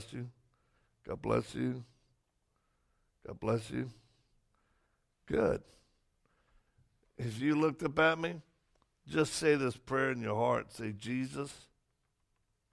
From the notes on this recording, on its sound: Message recorded from Rise Church